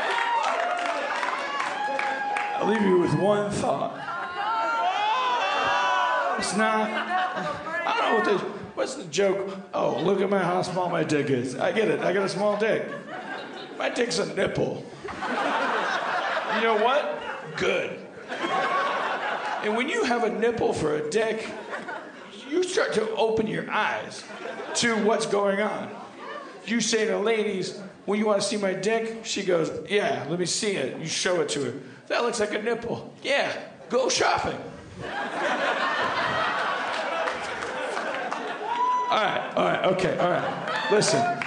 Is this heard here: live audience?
yes